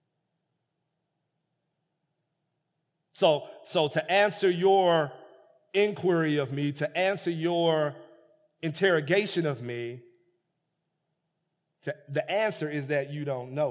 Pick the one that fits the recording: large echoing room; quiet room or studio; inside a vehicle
large echoing room